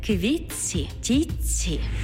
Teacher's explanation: У словах «квітці» та «тітці» звук «т» переходить у м'який подовжений звук «ц»